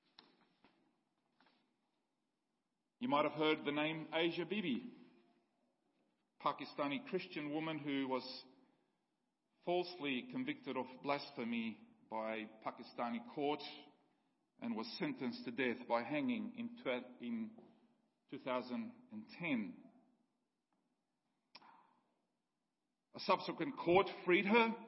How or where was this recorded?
large echoing room